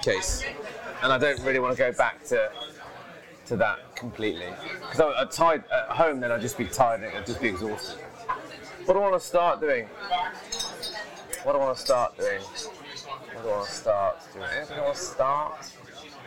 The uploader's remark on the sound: Recorded in the nearly 500 year old pub Ye Olde Mitre in London